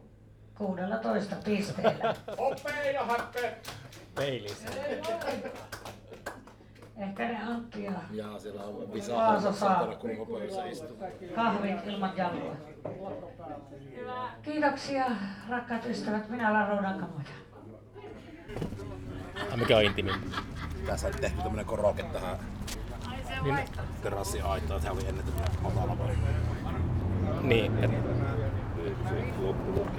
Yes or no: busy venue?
yes